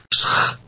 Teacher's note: It begins with an S sound, followed by a CH.